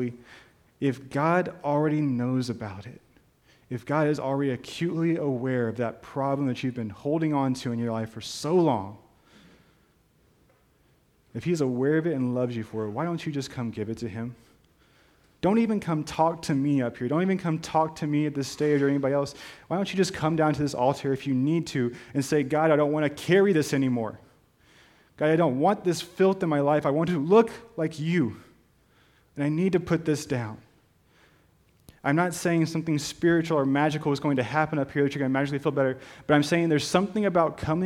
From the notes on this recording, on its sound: This is a special podcast of a live recording. Preaching at First Baptist Church of Chappell Hill, Texas.